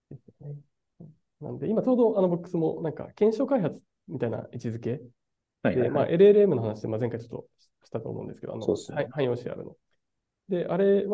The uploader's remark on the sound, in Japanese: 社内1on1を大公開！限りなくZoom音源を生々しくお届けします。